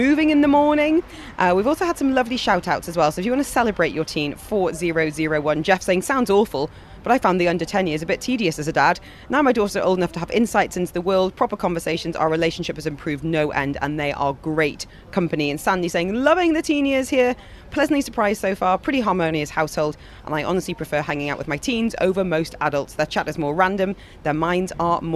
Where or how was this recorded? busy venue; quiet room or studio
busy venue